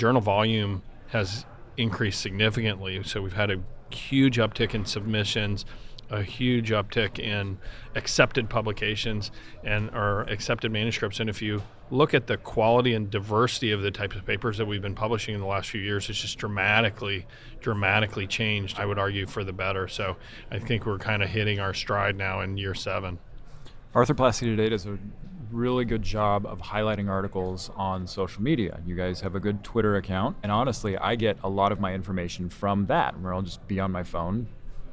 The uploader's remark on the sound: recorded at the 2021 AAHKS Annual Meeting